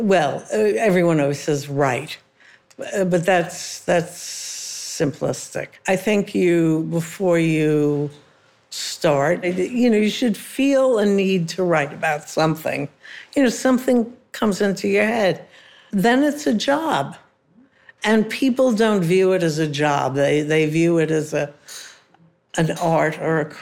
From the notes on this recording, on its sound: Was a special recording that happened earlier in the year at an event at Temple Emanu-El in New York City for their women's group. We did this in front of a live audience, which was a lot of fun.